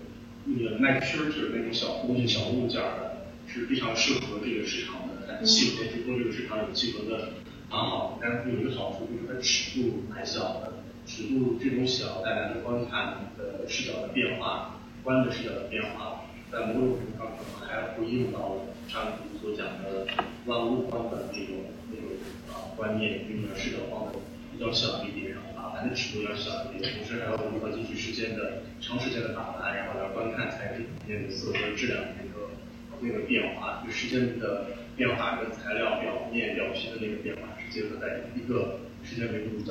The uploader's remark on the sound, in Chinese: 本期节目因为是从课堂的网络录制翻录而来，所以声音质量受限，还请多多包涵。